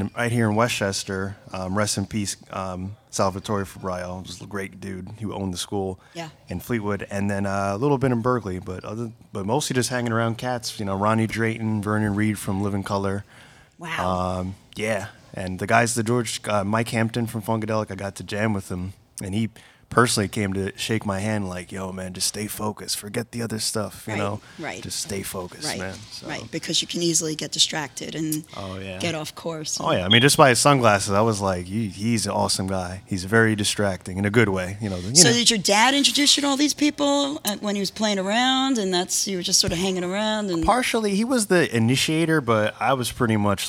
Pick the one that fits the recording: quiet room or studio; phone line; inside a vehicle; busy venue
busy venue